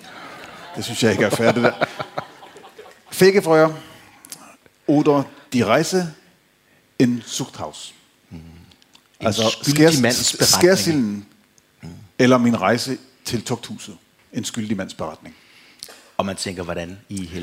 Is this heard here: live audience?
yes